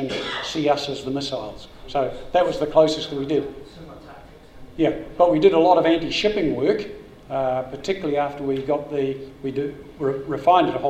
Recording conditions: busy venue